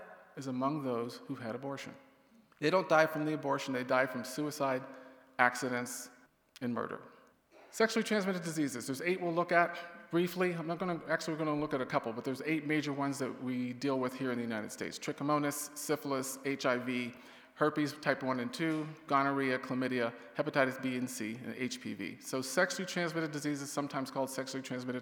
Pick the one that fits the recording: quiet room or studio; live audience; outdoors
live audience